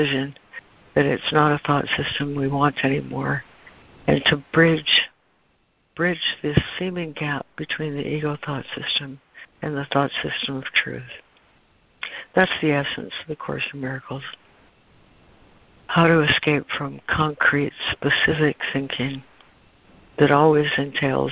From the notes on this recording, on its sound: ACIM Daily Conference Call